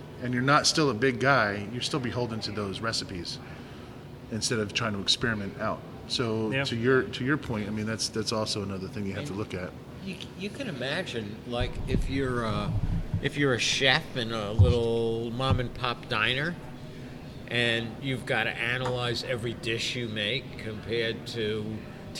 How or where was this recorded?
busy venue